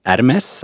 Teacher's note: Alltså du lägger bort H-et. Men du ska definitivt uttala S-et.